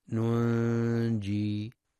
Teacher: نون ساكنة بعدها جيم، إخفاء حقيقي بغنة مرققة